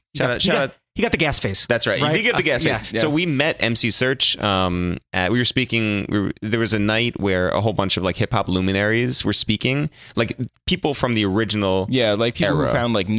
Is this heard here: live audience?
no